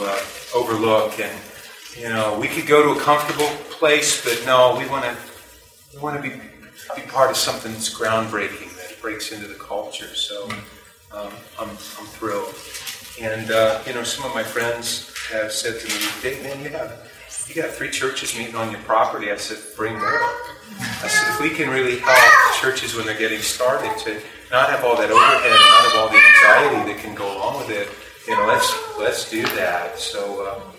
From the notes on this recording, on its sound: Please forgive the background noise.